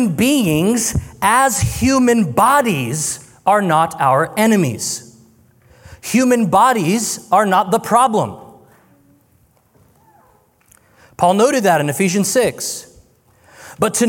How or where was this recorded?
live audience